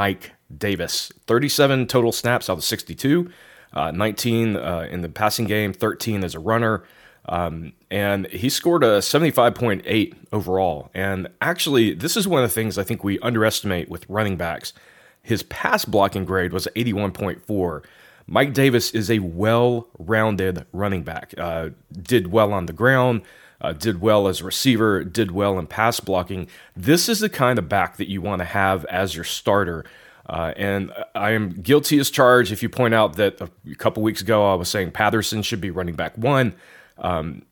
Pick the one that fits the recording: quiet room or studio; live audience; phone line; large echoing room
quiet room or studio